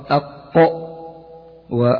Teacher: اضطراب المخرج عند النطق بحرف القاف أق أو تباعد طرفي عضو النطق. · Term: القلقلة